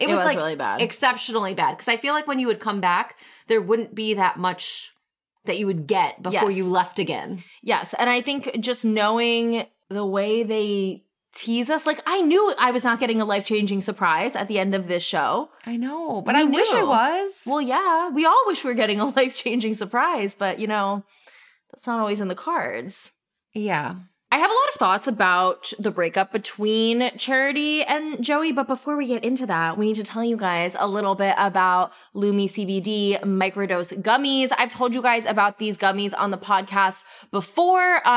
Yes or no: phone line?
no